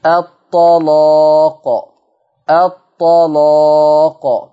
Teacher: صوت اللام مغلظ، يعني انت من ادائك اللام مش مرققه